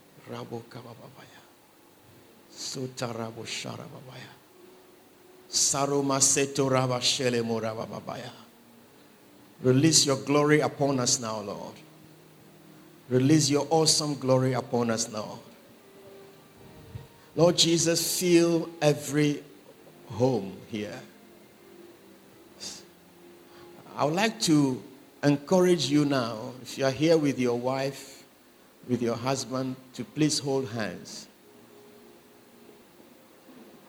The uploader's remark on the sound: Sermon preached at CBC Adabraka Campus